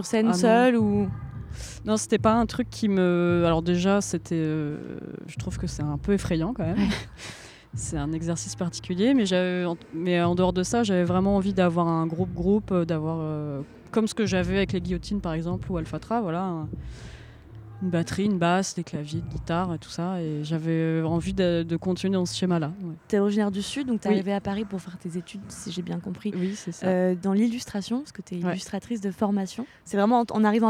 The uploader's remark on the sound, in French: Cet épisode a été enregistré dans les jardins